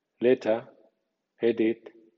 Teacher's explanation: En inglés, en cambio, la lengua debe ir un centímetro más atrás, a la encía.